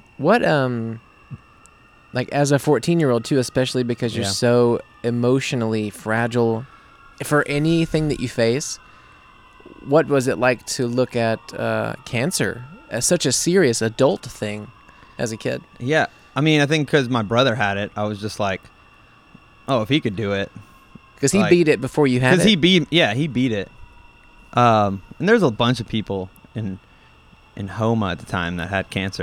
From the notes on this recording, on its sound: sit outside on a hot New Orleans night and share a drink or 8.